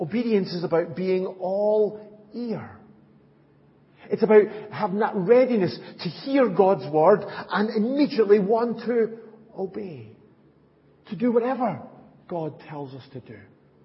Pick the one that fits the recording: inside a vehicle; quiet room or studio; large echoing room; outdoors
large echoing room